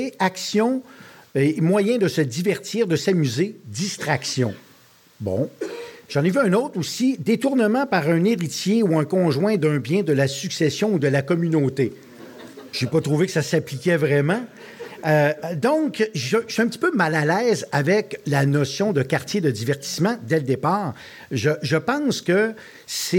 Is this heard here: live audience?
yes